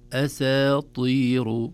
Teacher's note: الطاء إذا جابرت السين مثل بسطة ويبسط تحتاج إلى عناية أيضا لتخليص السين برقتها من الطاء بفخامتها